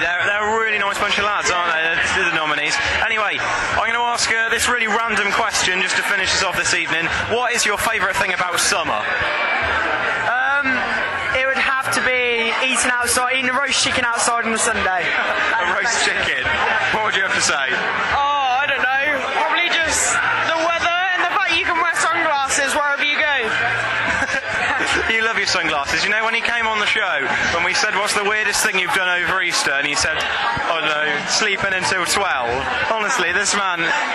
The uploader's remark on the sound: I took my mic along to Battle of the Bands and got a few interviews for you this week!